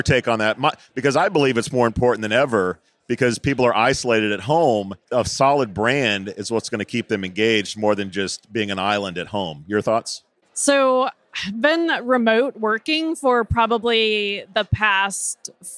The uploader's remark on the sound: Live from TA Week at the Qualifi booth